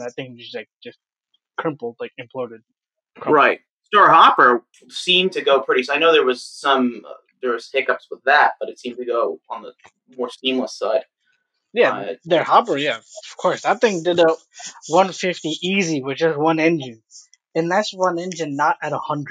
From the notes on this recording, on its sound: The "Quarantine Edition" podcast episodes were recorded and produced with the limited equipment available to us due to the COVID-19 pandemic and corresponding lockdown. Pardon the suboptimal sonics of these first 2 episodes.